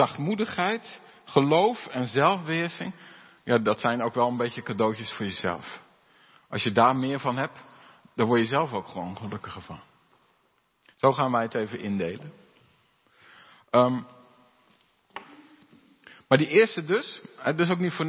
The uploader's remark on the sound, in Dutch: De preek is op 1 mei opgenomen in de De Hoeksteen in Haren